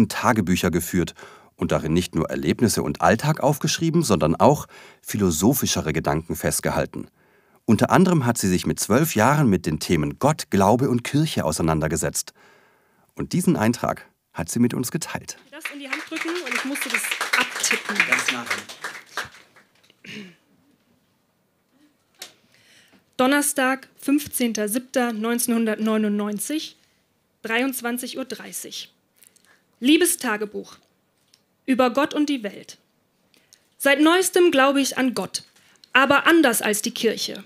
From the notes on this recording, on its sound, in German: Ausschnitte aus der Veranstaltung vom 09.03.2018 in der Hafenschänke Subrosa, Dortmund. Heißen Dank an das Subrosa, unser tolles Publikum.